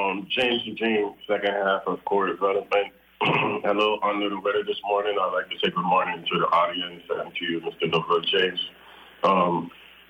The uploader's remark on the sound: Broadcasting from St Thomas. Speaks on the phone. From The Lofts at Company Street.